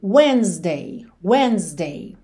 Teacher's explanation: Esse Szinho com som de Z